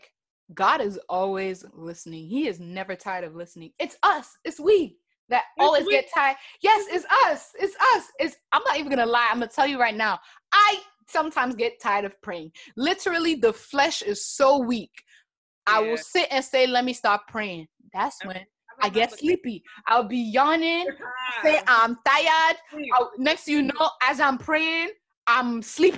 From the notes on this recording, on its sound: Instead of doing an Insta LIVE discussion I decided to go the route of zoom discussions with my listeners.